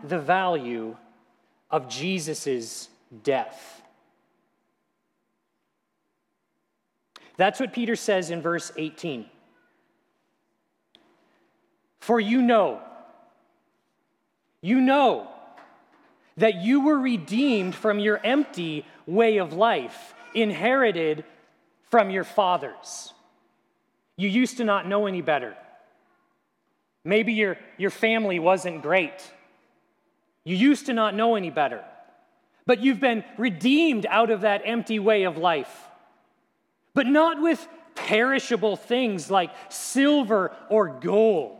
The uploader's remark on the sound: at Grace City Church in Fargo, North Dakota